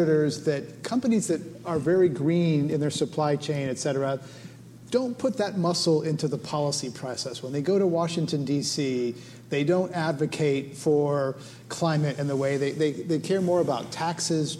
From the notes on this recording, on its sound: Climate One at Duke University. Portions of this program were recorded live at Duke University in Durham, NC. At the Commonwealth Club of California in San Francisco.